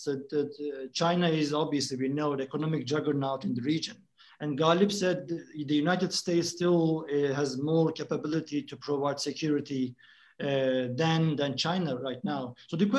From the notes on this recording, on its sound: This public talk was conducted online via Zoom